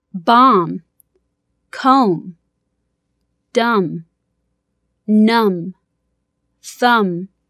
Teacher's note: Буква «Б», стоящая после буквы «М» в конце слова, не произносится.